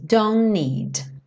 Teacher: Aqui, don't, a gente tirou o som do T e já junta então com o N do need. Don't need.